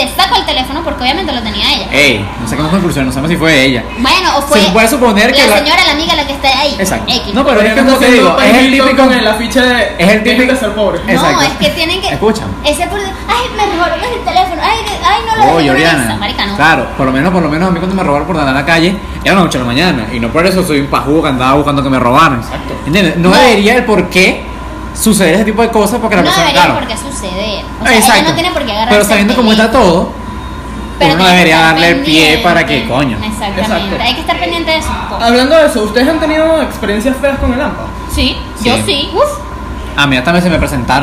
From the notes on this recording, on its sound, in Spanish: Disculpen el sonido, el aire acondicionado no se callaba.